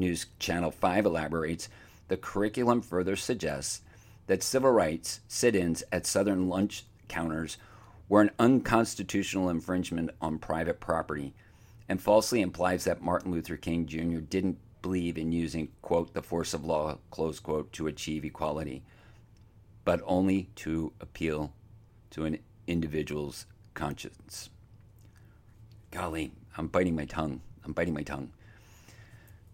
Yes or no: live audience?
no